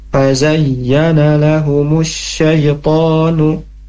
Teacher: huruf ya ada tasydid maka dihentakkan huruf ya-nya. Fazayyana, jangan fazayyana, fazayyana tapi ada hentakannya ya.